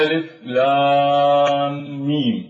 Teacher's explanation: ننطقها ألف لام ميم، فندغم بين الميم والميم، وهذا الألف لام ميم هكذا ننطقها ألف لام ميم. فالميم هنا أدغمت هذه الميم من لام مع الميم من ميم، فالألف هنا جاء بعدها هذان الميمان المدغمان ووقعت في الوسط، فنمدها هنا. · Term: مد لازم حرفي ومشدد